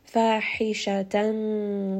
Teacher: حَ is going to also be from the middle of the throat. So again, do feel a little bit of that constriction towards the middle of your throat in order to properly say this word.